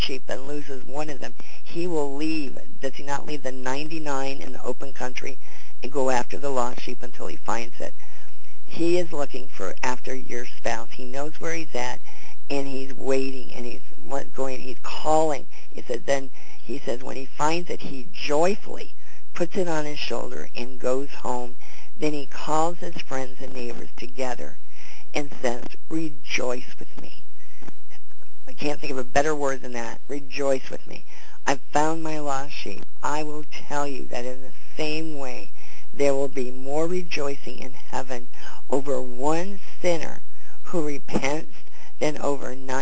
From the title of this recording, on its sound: CONFERENCE CALL